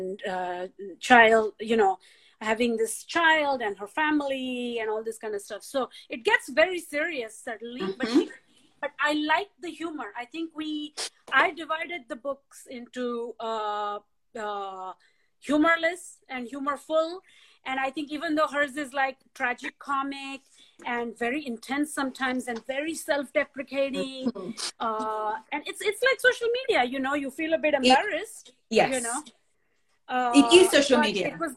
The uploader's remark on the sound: This event originally took place on Instagram Live and this podcast carries the recording.